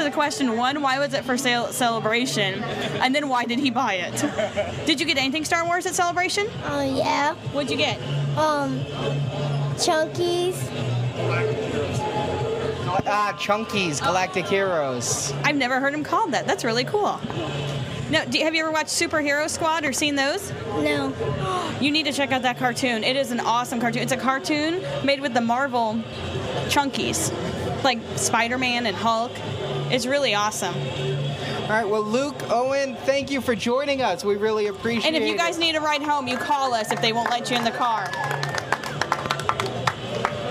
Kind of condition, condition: setting, busy venue